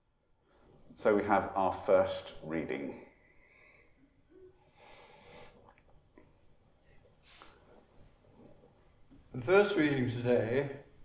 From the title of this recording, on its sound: Holy Communion from Empshott, 1 November 2020